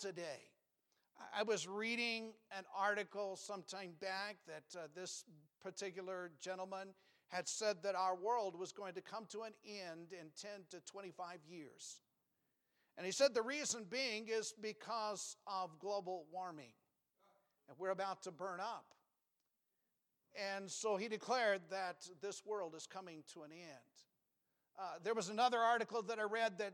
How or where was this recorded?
large echoing room